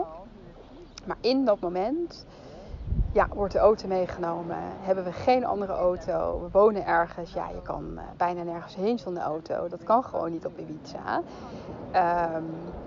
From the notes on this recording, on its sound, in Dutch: Excuses voor de stukjes met wind in de opnamen